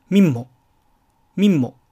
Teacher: エセが消えてしまって、その分次のエメをやや長めに発音してミンモ、ミンモのようになることもあります